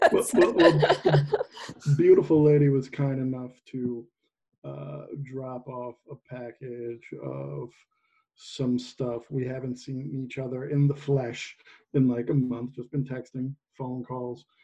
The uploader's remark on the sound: record online